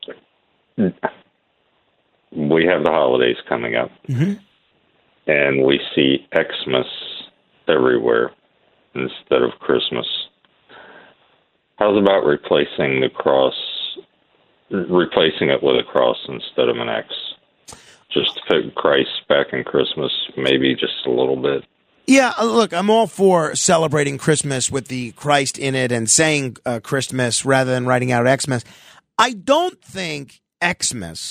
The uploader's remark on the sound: opens the phones to his lovely bunch of listeners